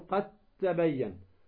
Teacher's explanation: الدال في التاء حيث وقع، أينما وقع في كتاب الله، الدال الساكنة ثم بعدها تاء تدغم الدال في التاء قد تبين، ولا تقول قد تبين، هذا خطأ، تقول قد تبين فتدغم الدال في التاء.